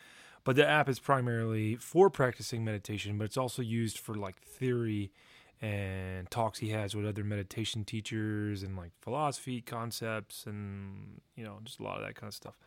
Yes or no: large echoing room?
no